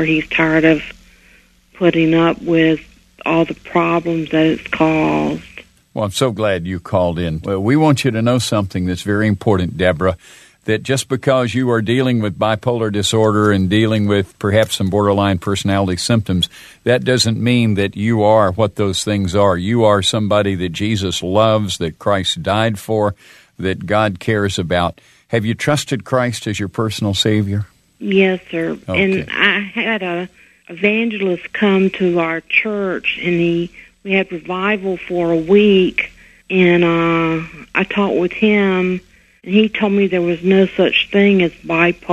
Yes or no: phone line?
yes